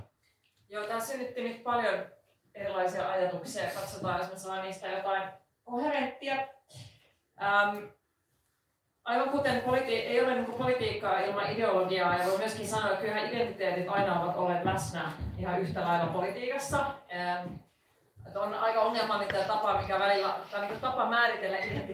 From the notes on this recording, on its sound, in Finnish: LIVE! Tämä jakso on nauhoitettu liveyleisön edessä Helsingin keskustakirjasto Oodissa perjantaina 20.1.2023.